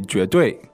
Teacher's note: It's a second tone and fourth tone.